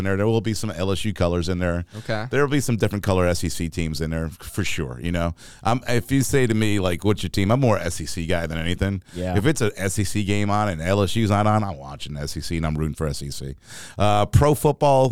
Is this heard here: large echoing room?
no